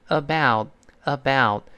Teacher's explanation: 它不是汉语拼中那个 all，而是先发 a，再发 u · Term: out 的声音